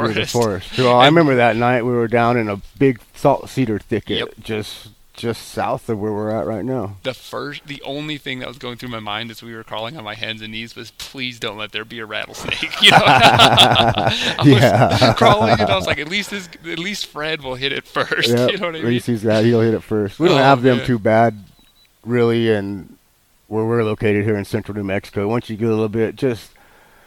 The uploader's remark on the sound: sit outside in the beautiful woodlands of southern New Mexico